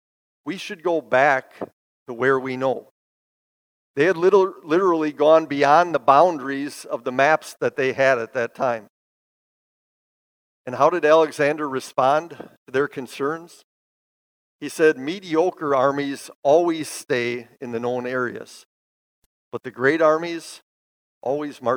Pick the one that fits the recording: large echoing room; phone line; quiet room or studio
large echoing room